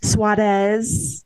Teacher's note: Suarez with the rolled R